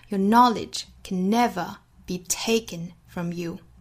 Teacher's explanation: 最后半句的重读在 knowledge 的第一个音节 never 的 ne 和 taken 的 te